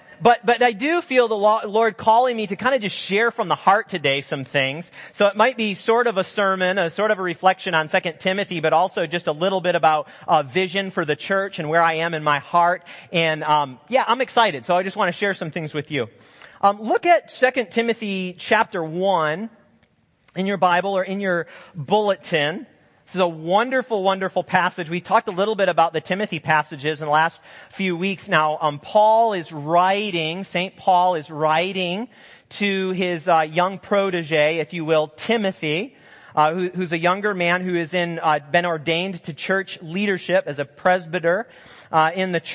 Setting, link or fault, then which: setting, large echoing room